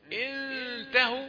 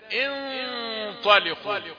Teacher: تبقى غنة مفخمة لان بعدها طاء · Shown in: second take